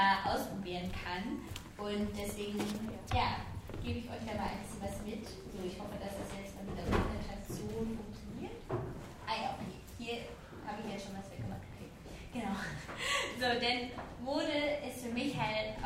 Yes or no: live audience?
yes